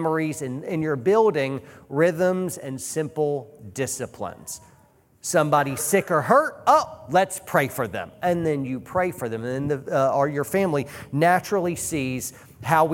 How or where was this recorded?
live audience